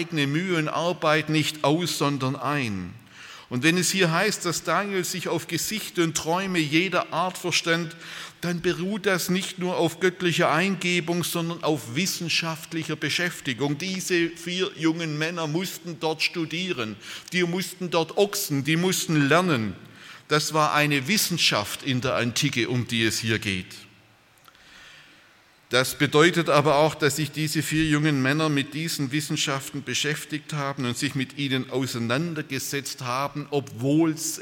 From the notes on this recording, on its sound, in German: Aus dem Gottesdienst der Liebenzeller Mission.